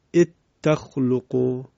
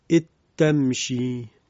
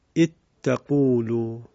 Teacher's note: اذ تخلقو می شود ات تخلقو. ببینید کامل حرف ذال از بین میره، ادغام میشه و حرف تا بعد از اون به صورت مشدد قرائت میشود